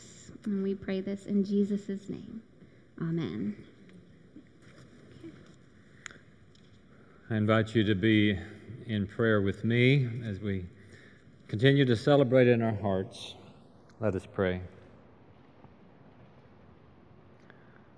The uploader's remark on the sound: Recorded live during the Sunday worship service.